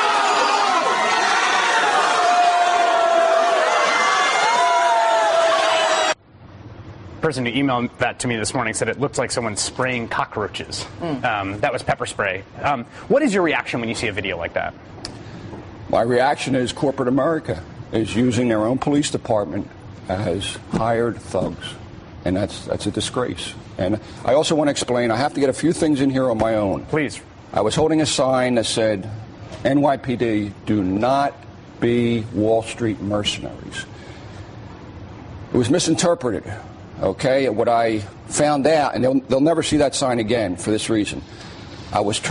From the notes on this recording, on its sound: lecture given in a Santa Cruz, California book store sometime in 1990.